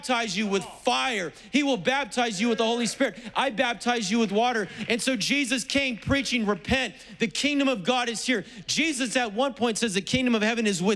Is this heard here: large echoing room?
yes